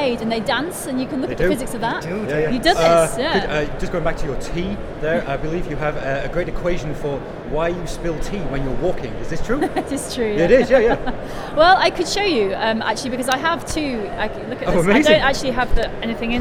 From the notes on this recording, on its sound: This was recorded at Fully Charged Live 2018.